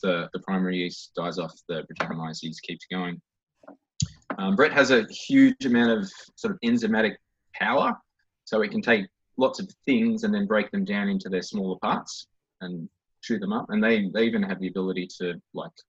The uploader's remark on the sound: Online Meet the Brewers. We welcome Watts River Brewing into the Coolroom Zoom Room.